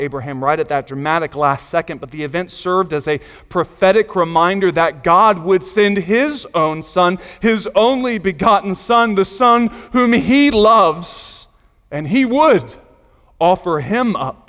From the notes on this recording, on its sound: Sunday Morning Sermon Audio